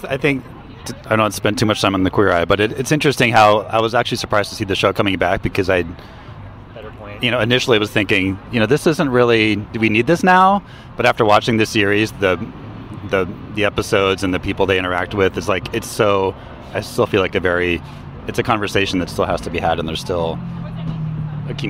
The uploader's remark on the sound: Hosted an ice cream party at Toms coffeeshop on South Congress.